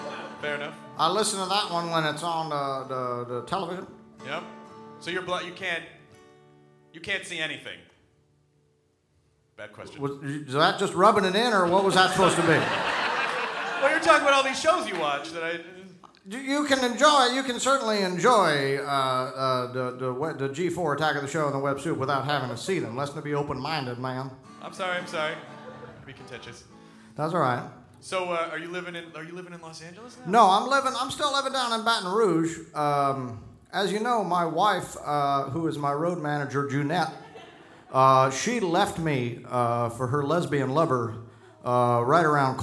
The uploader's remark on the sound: At Largo in Los Angeles.